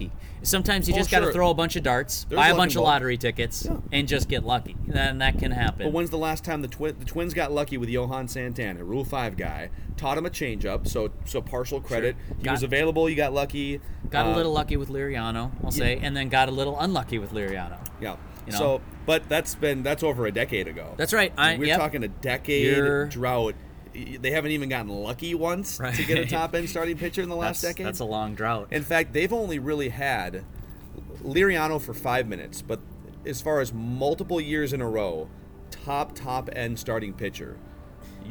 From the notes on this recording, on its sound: From a practice field outside Hammond Stadium in Fort Myers (apologies for the random wind gusts).